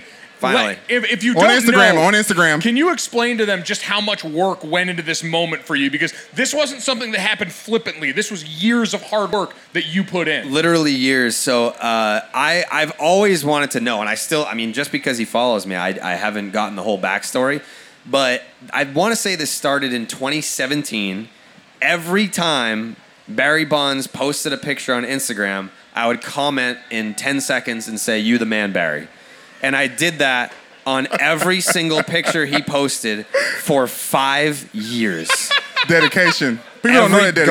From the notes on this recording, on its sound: Podcasting on the road! Are in Los Angeles for a live show at MLB All-Star Weekend.